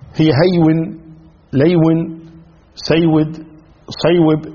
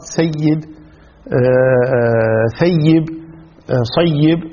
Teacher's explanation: قلبت الواو إلى ياء وشددت أدغمت · Shown in: second take · هي هيون ليون سيود صيوب، هكذا أصلها، لكنها أدغمت حولت إلى ياء ثم أدغمت فصارت سيد ثيب صيب وهكذا.